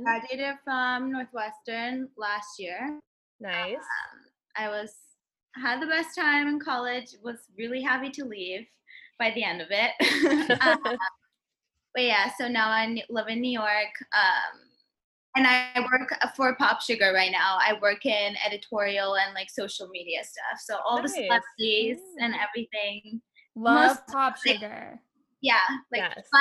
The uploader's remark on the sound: the first Zoom date on the pod